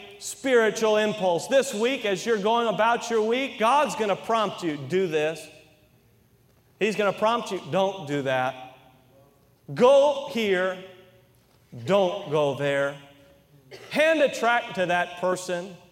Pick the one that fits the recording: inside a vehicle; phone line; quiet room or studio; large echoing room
large echoing room